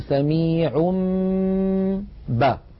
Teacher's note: كذلك إن أتى تنوين مثلا والله سميع بصير، والله سميع آخرها تنوين سميع، نقلب هذا التنوين الذي هو في الحقيقة نون ساكنة نقلبه إلى ميم ثم نمط غنته نقول سميع با، فنطبق الشفتين على الميم وعلى الباء التي بعدها إطباقا واحدا